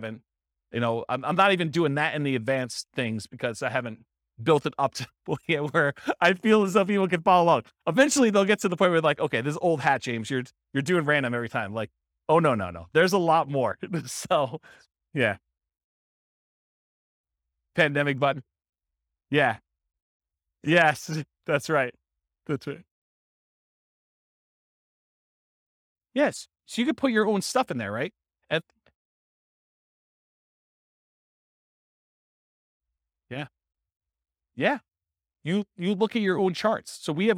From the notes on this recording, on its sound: This was a live class recorded